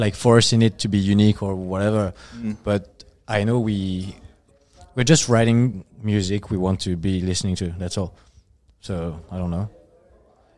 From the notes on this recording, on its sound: Cvlt Fest Interview. Dropped in for a chat with the Everblack Podcast after their set at Cvlt Fest in Brisbane.